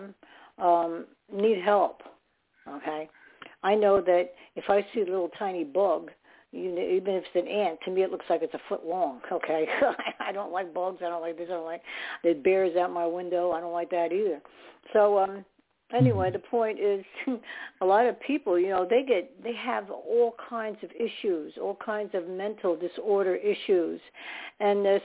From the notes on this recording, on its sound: Those who call in will form a panel